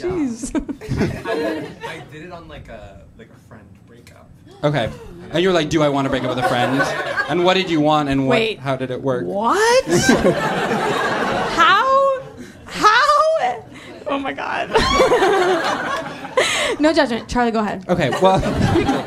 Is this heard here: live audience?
yes